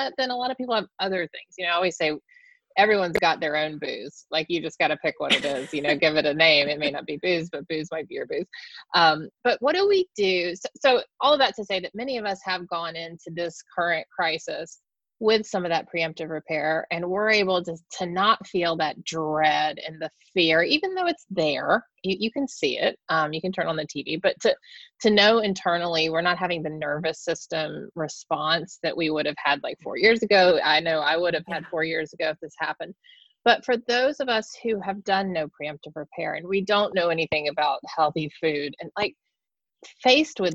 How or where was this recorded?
video call